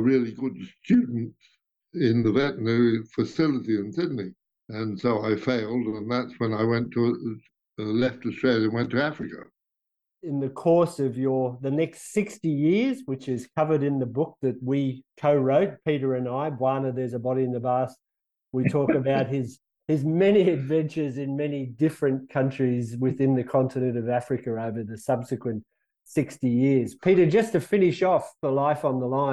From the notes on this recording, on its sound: over an international Zoom call